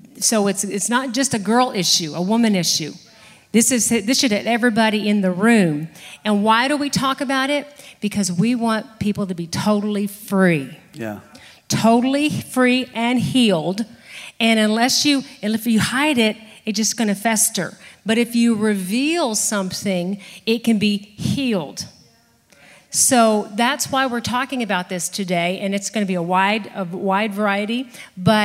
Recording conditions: large echoing room